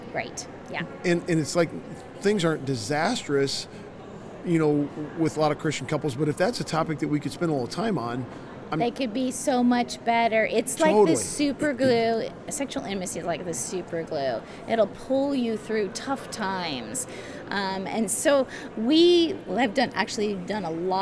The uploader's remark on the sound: LIVE from CPE 2022!